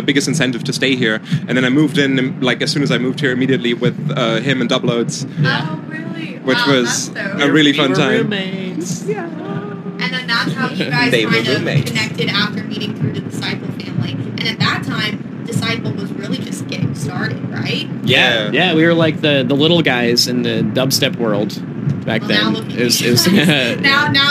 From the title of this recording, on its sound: Live from Forbidden Kingdom